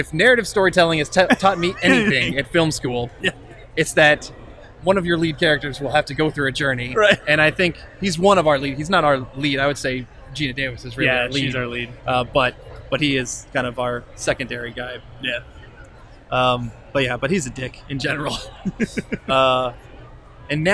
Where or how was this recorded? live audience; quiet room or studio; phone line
live audience